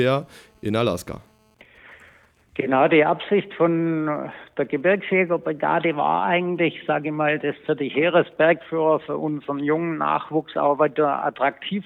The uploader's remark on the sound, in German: spricht am Telefon einer von ihnen